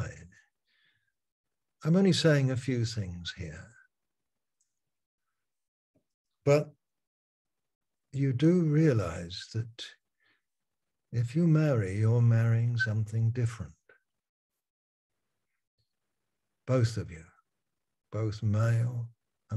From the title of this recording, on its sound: Malaysia Meets (Zoom)